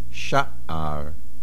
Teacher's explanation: The main accent is on the shin. Do not swallow the ayin.